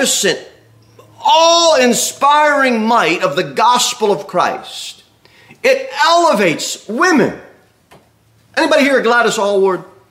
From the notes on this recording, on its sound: Sermon delivered at Pilgrim Baptist Church on Sunday, November 20, 2023, at 11:15 am.